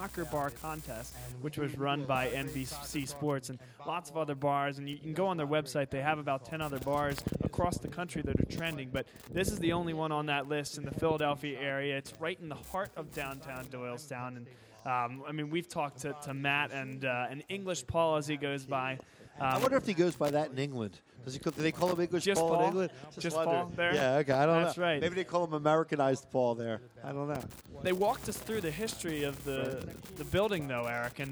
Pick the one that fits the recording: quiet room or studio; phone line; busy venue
busy venue